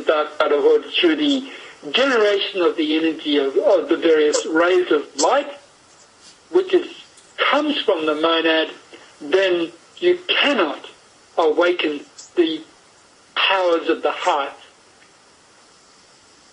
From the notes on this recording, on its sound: via a skype call (so please excuse the quality of the audio)